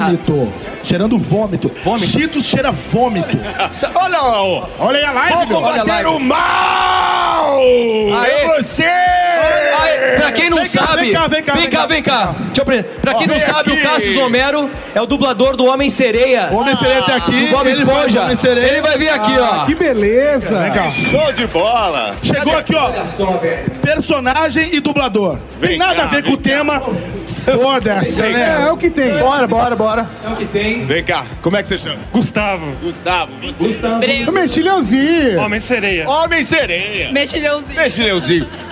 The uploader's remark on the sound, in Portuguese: Nesse episódio especial gravado durante a Comic Con Experience 2017, em São Paulo